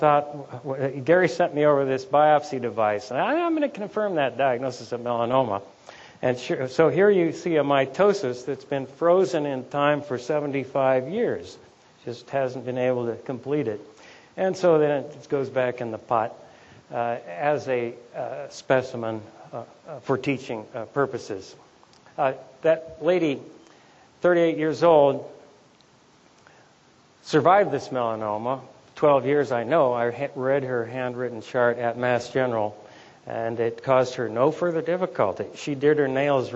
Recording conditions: live audience